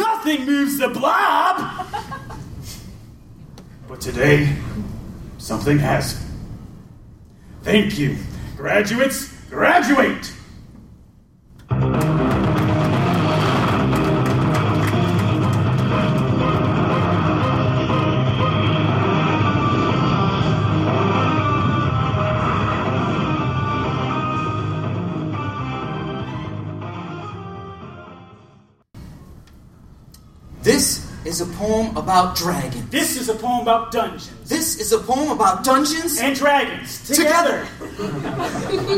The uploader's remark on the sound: Live at Project Comic-Con, St. Louis. As it happens I recorded the show.